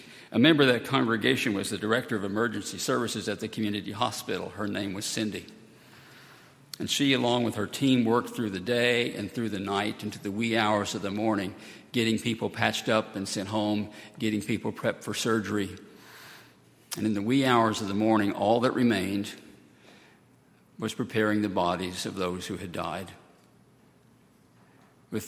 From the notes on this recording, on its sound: on Sunday, August 12, 2018, at Highland Baptist Church.